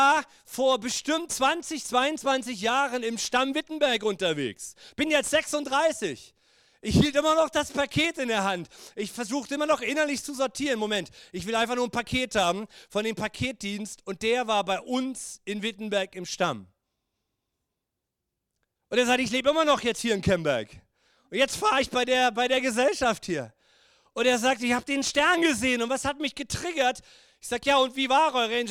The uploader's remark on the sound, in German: Gottesdienst Predigt